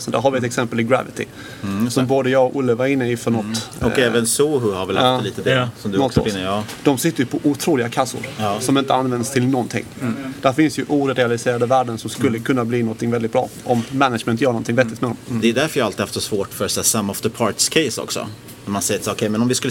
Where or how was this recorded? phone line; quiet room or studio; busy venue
busy venue